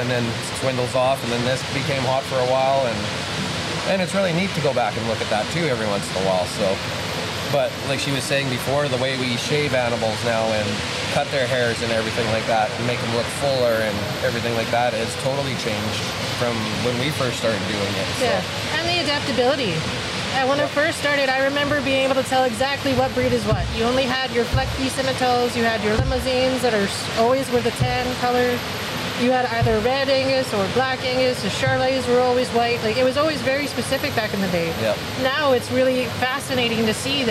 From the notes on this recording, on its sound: Live from the Stockade Round-Up at the Lloydminster Exhibition Association.